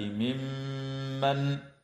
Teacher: وتغن الميم المشددة من كلمة ممن